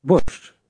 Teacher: Most Ukrainians do not pronounce the sh at the end of this word too distinctly.